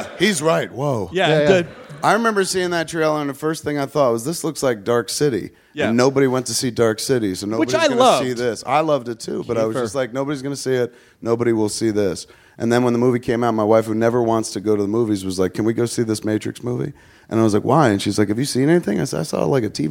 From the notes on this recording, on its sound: TOTAL PODMASH as we recorded at the Smodcastle on 1/12!